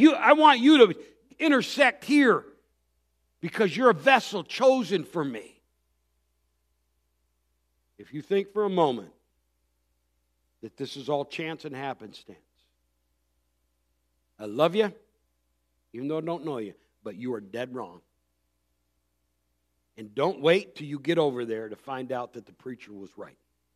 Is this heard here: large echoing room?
yes